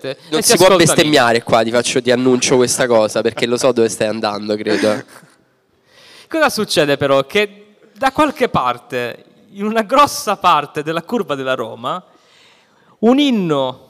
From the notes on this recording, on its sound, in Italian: Abbiamo anche perso una ventina di minuti di registrazione (eravamo live a Bologna, il bello della diretta).